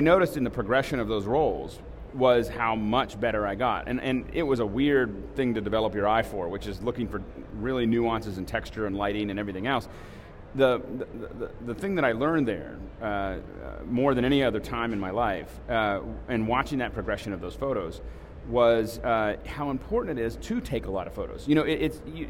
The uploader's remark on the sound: Live from Macworld.